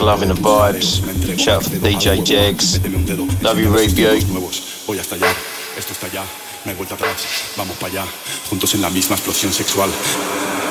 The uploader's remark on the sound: Live from Elrow town, Madrid